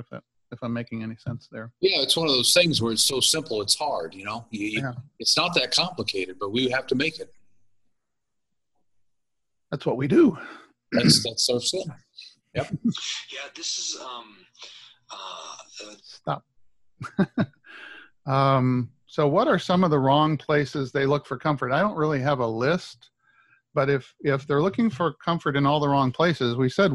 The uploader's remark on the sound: my ZOOM recorded Bible Classes